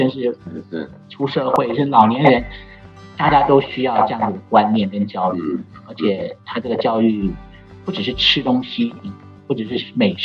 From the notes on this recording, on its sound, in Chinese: 本次採線上會議錄音，音質較為粗糙，敬請見諒!